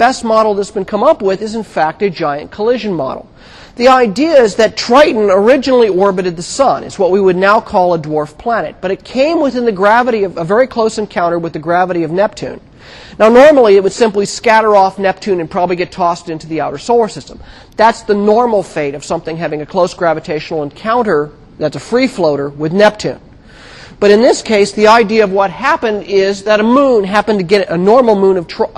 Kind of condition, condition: setting, large echoing room